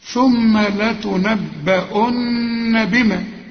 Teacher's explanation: النون هنا لازم تغن عند الوصل وعند الوقت، ثم لتنبؤن إذا وقفت، لكن تقف على هذه الكلمة لا اوصل، لكن عند الوصل برضو لازم تغن النون.